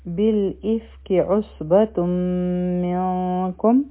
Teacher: صاد چی دی پری کی سیٹی آواز دی او دا غٹ حرف دی